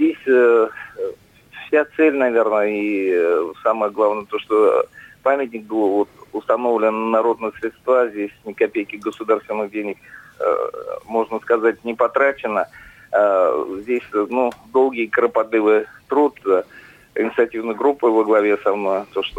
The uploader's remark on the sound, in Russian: По телефону